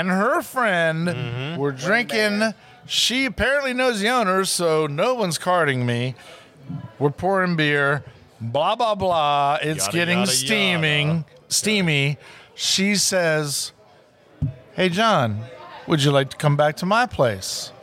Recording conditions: busy venue